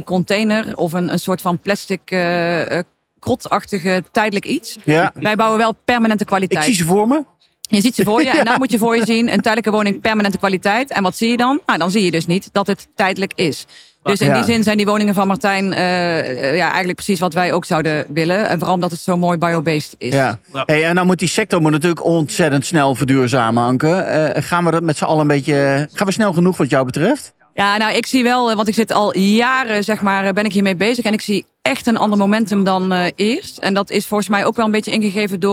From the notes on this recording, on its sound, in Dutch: Deze podcast is opgenomen tijdens de PROVADA.